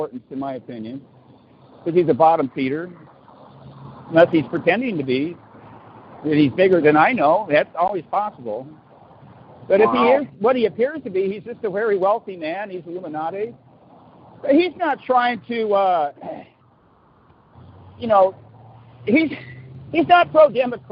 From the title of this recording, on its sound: Walking Home From Marlene's Health Food Store